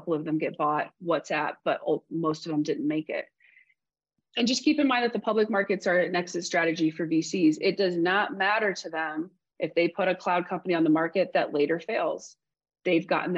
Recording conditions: video call